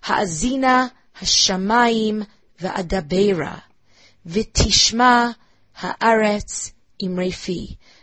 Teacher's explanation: in the first sentence there were three stressed syllables, and in the second sentence there were three stressed syllables